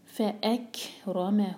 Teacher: کیف پر ہمس، قلقلہ نہ ہو اس پر